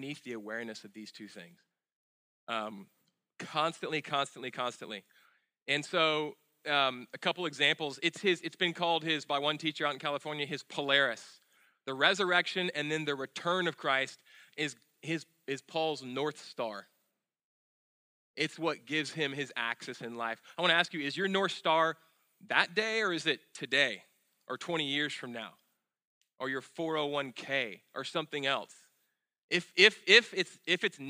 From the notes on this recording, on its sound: at Sojourn Galleria Church on Sunday, April 8, 2018